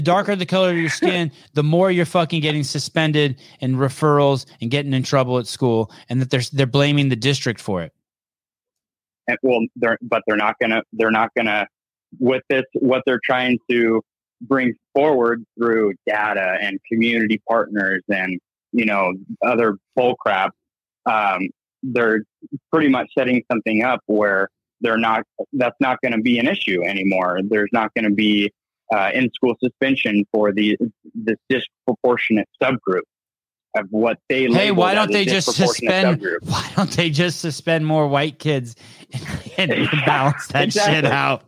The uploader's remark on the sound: LIVE CALL IN SHOW